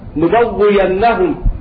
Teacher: بإبدال الهمزة ياء خالصة